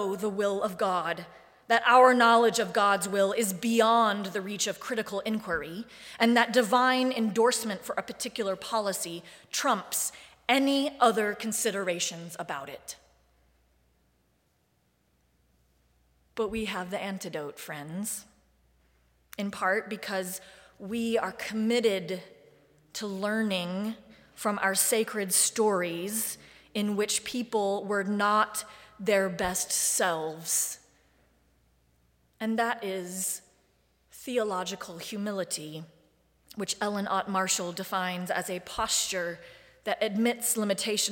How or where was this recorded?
large echoing room